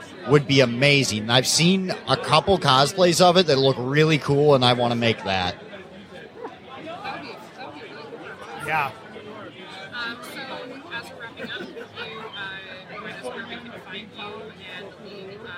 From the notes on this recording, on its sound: Live at Astronomicon. Live interview on the floor at Astronomicon!